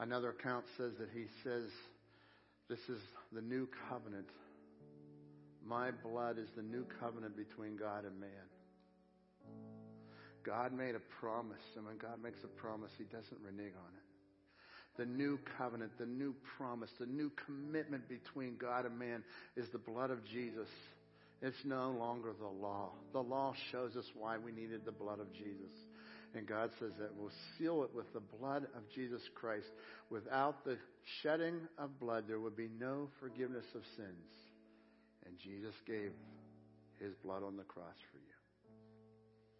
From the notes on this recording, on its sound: Crossroad Ministries Live Service